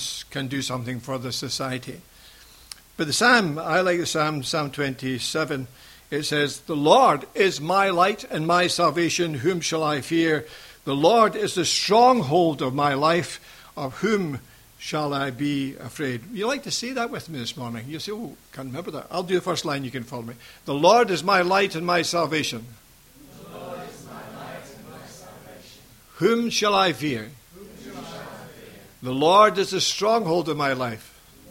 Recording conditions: large echoing room